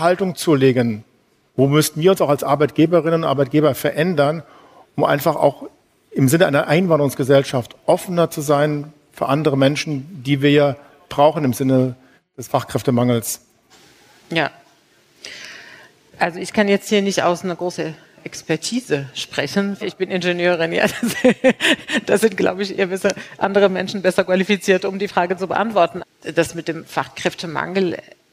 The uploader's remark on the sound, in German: live aus Berlin von der #futurework23, dem Festival zur Zukunft der Arbeit, ausgerichtet von BDA und Microsoft.